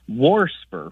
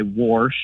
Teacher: warsper, with an extra R thrown in there · Term: R insertion